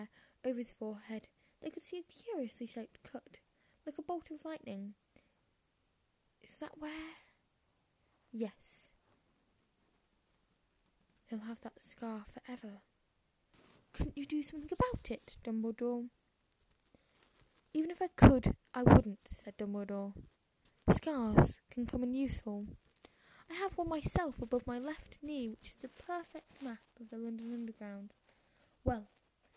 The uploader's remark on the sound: I am very sorry for the bad audio, yawns and some strange noises, as well as missed and/or wrong words.